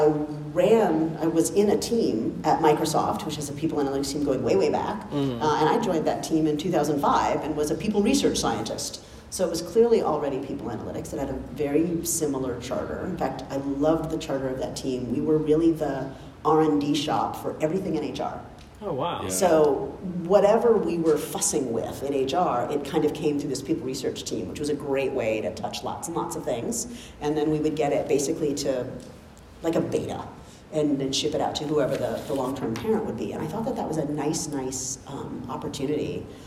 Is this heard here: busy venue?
yes